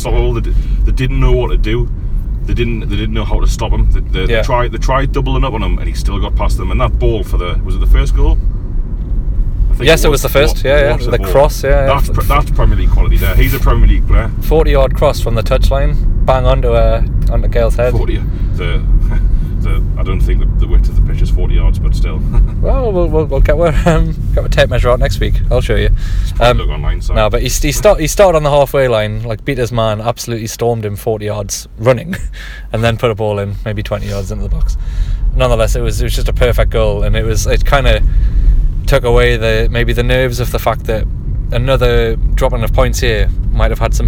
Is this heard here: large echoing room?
no